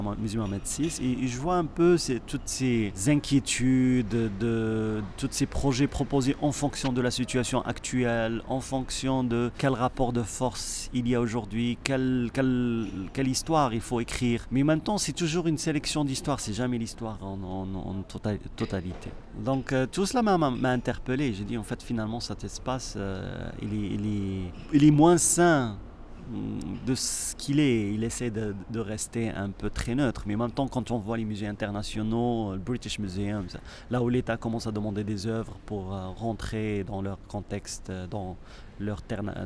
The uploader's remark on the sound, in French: Je l'ai retrouvé dimanche matin dans le centre de Zurich, où on a essayé de trouver un endroit calme et loin des cloches des églises, pour enregistrer notre discussion. Une terrasse de café n'est pas l'idéal mais le choix était très limité !